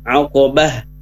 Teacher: tak marbutoh ketika mati, ketika waqaf, ya, maka berubah menjadi ha